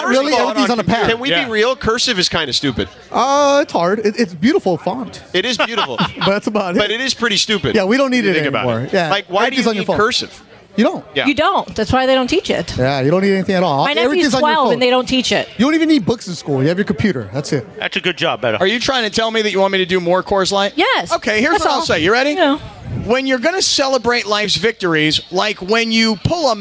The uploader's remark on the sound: We are live from Bastard’s Canteen in Downey for the 247th Marine Corps Birthday & Veterans Day Bash!